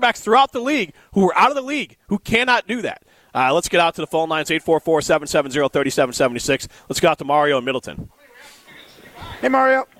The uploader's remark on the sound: Broadcast live from Nakoma Golf Club to help raise money for cystic fibrosis with Revive Restoration.